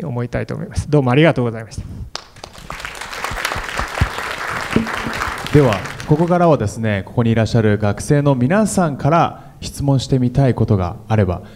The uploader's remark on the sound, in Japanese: FM FESTIVAL 2017 未来授業 明日の日本人たちへ」特別公開授業